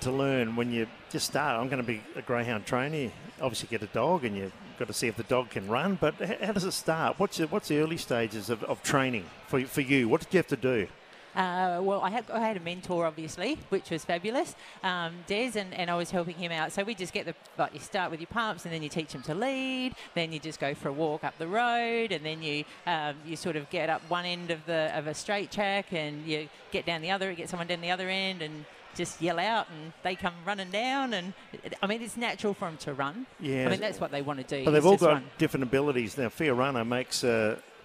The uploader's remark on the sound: live from Angle Park for Greyhound Racing SA’s Adelaide Cup night